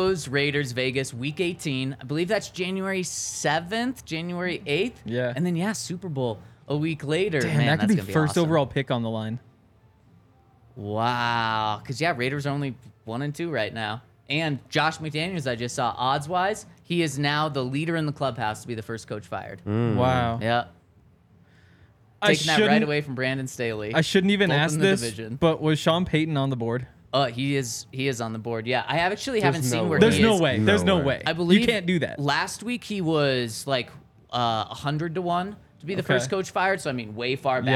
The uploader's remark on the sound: Coming to you LIVE from the DNVR Bar.